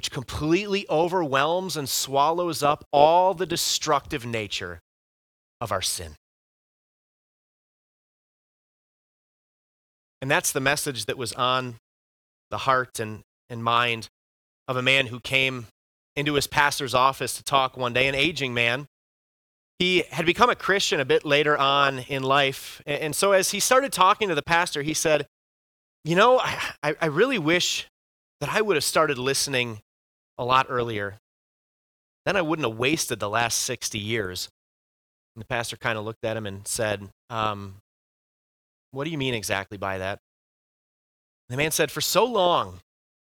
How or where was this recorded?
large echoing room